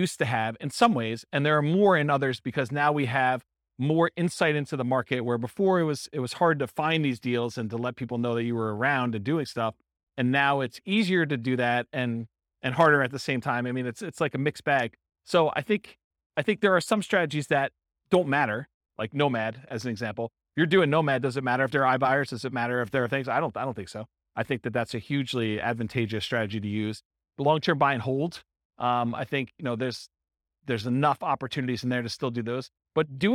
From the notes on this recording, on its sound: Port St Lucie, Florida. This was a live class recorded to give investors a solid qualitative overview of all the different real estate investing strategies.